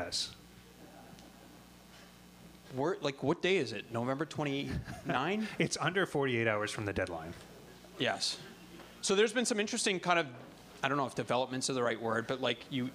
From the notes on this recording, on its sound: Leaf Report Live At The Rivoli. Broadcast in front of a live audience at the Rivoli in Toronto.